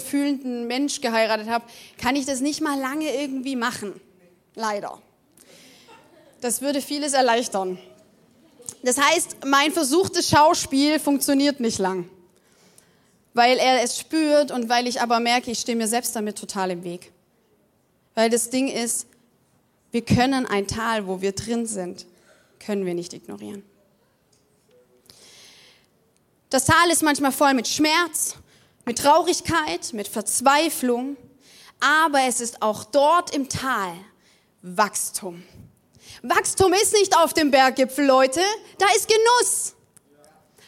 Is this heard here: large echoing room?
yes